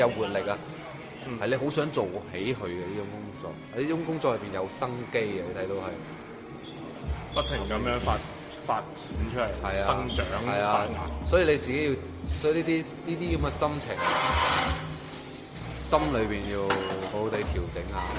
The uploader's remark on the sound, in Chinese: 很多杂音